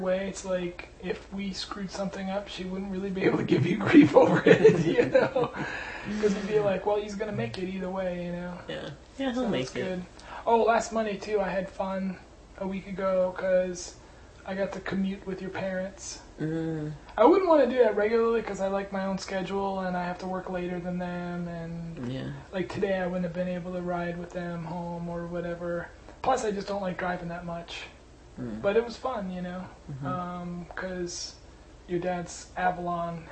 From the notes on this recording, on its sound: First recording on a little digital recorder, but there is no mic so it's still rough.